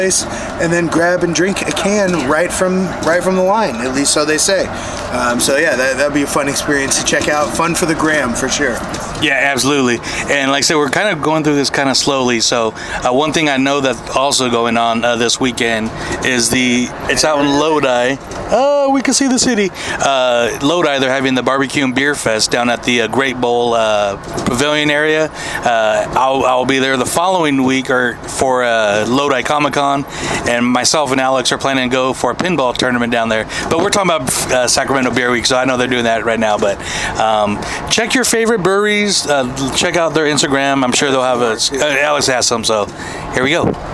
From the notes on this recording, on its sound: In this episode we are mostly on location taking the train to SF for a baseball game. Of course we can't ride and record without some tasty brewed beverages.